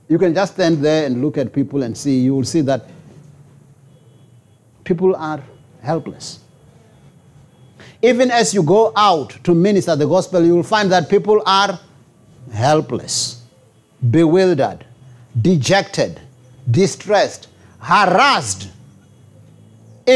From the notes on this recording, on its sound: preached at Jesus the Saviour Church, 185 Bobs Way, Eersterivier, Cape Town